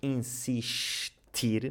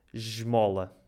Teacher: nestas situações em que a consoante que vem a seguir é sonora, ou seja, é uma consoante que tem vibração das cordas vocais, o som sh transforma-se em j. · Shown in: second take